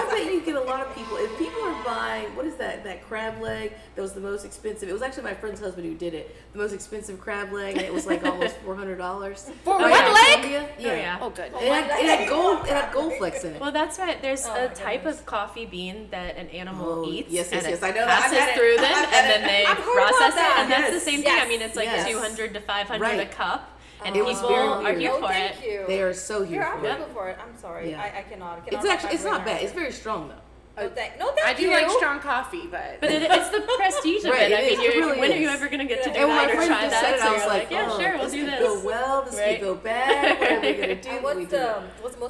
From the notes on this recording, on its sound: we are on location at Blum Coffee